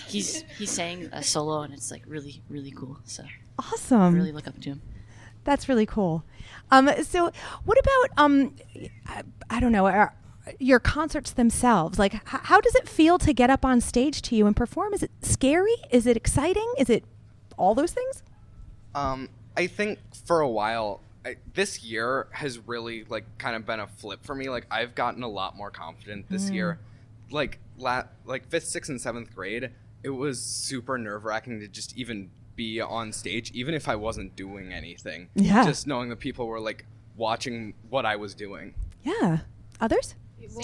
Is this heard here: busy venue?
yes